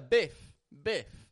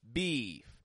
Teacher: There's lots of tension between the back of my tongue and my teeth to make that E kind of sound. · Shown in: second take